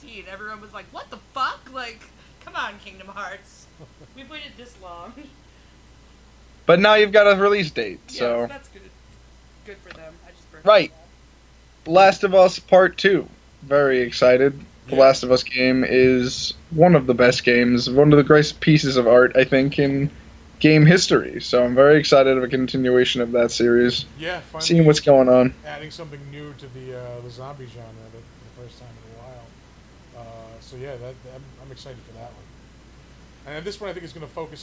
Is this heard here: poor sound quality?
yes